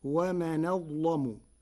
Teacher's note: بنقل حركة الهمزة إلى الساكن قبلها وتغليظ اللام فيقولها ومن أظلم، وهي لغة من لغات العرب.